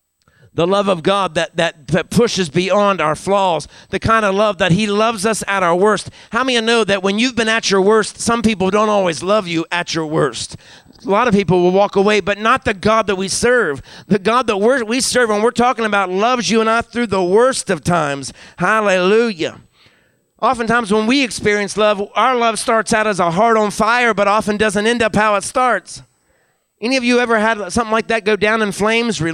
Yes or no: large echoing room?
yes